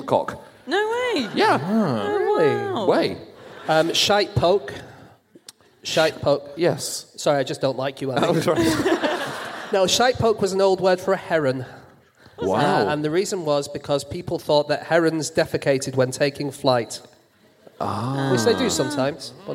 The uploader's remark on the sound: Live from Perth